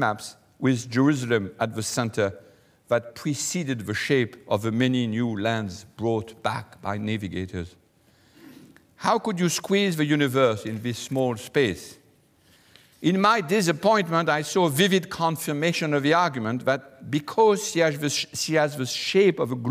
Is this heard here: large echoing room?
yes